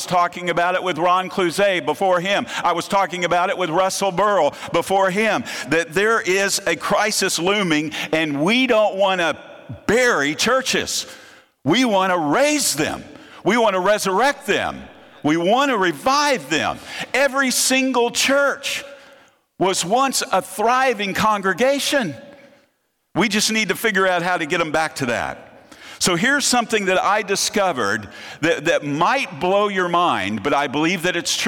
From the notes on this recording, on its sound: presentation from the opening night of the 2023 Propel Conference